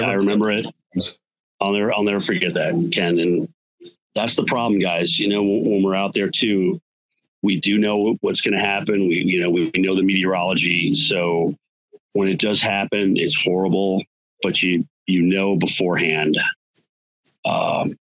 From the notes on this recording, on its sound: Yet we still knew: It's live for 12-hours. Three huge names in our weather industry were, for all intents and purposes, suddenly on a Zoom call hosted by my computer. (Even when you didn't see CWG hosts on-screen, the entire telethon was streaming through our HQ.)